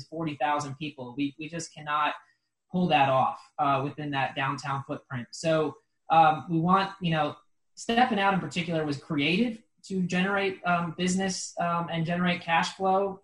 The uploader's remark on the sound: COVID-19 Virtual Town Hall meeting - Local/Small Business.